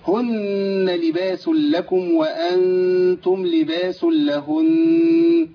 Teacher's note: لازم اطول زمن الغنه حركتين